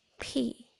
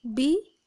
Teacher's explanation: B, kita ketika keluar suara, tidak ada udara yang keluar dari dalam. · Shown in: second take · Term: B sound